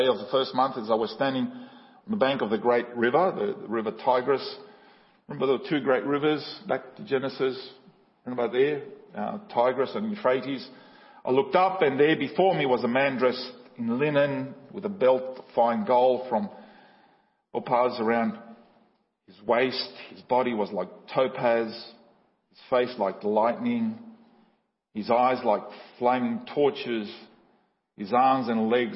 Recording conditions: large echoing room